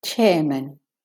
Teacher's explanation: So the chair is the stressed syllable, and man, the at is de-stressed to be a schwa, man.